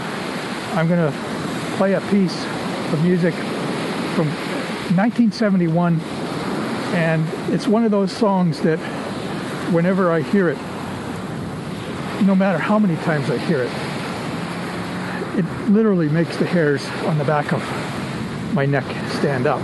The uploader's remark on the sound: I go soundseeing in stores and at the beach